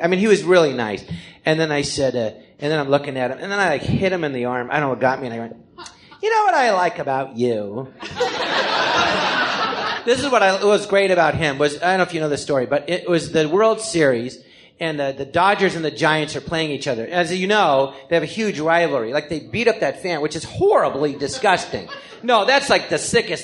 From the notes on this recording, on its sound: Recorded live at the Jon Lovitz Podcast Theatre.